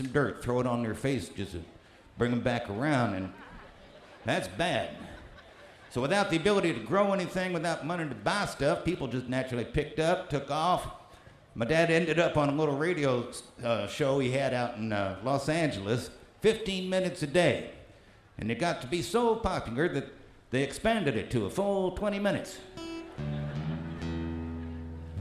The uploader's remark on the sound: Newport Folk Festival 2009